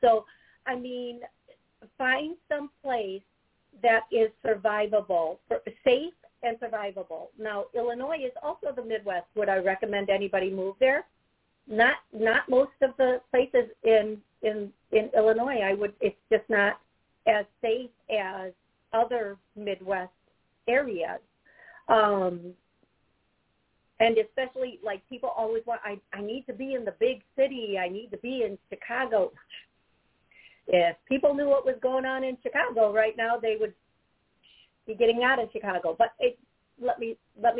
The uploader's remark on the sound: LIVE CALL.